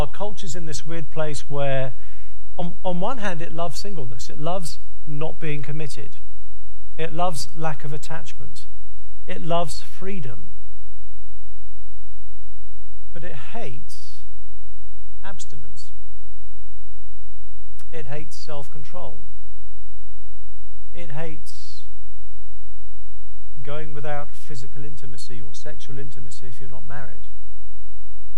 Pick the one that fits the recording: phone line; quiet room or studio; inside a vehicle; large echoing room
large echoing room